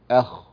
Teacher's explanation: فالغين والخاء تخرجان من أدنى الحلق، لهو مما يلي الفم هنا، أدنى الحلق هنا مما يلي الفم.